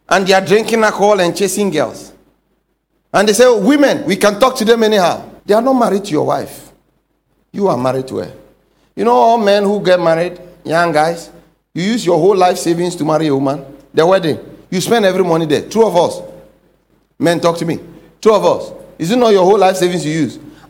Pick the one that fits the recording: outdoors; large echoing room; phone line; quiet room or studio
large echoing room